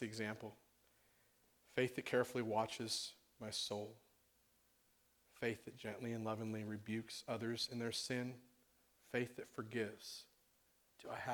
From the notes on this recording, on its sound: on June 5th, 2016 at The Well an Acts 29 and Converge Heartland Church in Hastings, NE.